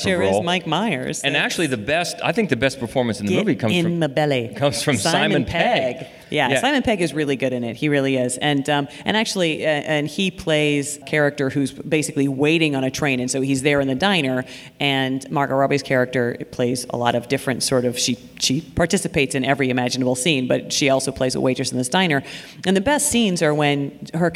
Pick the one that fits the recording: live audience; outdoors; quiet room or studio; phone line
live audience